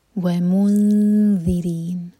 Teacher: میم ضمہ پر ہوٹ گول ہوں گے اور جب اخفا کرنے لگیں تو ہوٹوں کو پھیلا لیں. منذرین یہ ذیل زبان اوپر والے دانت پر ٹچ کرے گی اور تھوڑی سی ٹپار ہوگی.